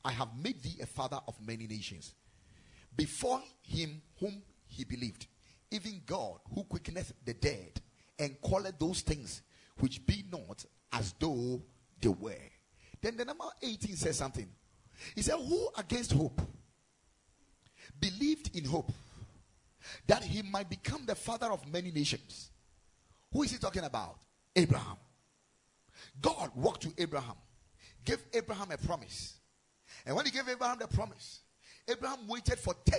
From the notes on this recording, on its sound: Preached at Ekklesia Chapel